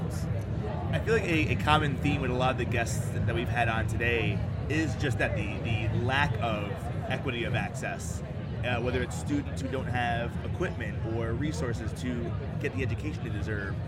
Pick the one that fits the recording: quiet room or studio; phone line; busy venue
busy venue